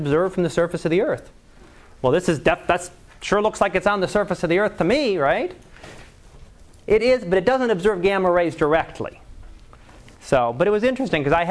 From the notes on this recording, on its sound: Live Class Lecture.